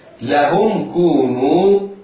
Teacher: الميم الساكنة بعدها كاف في كلمة أخرى حكمها إظهار الشفوي